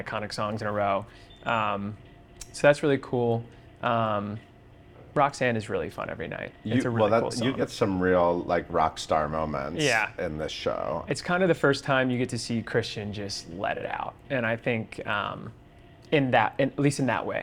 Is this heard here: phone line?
no